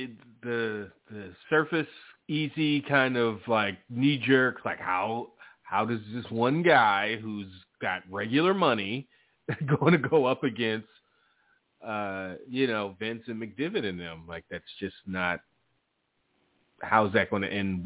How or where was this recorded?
phone line